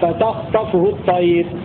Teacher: وقرأ باقي القراء بسكون الخاء وتخفيف الطاء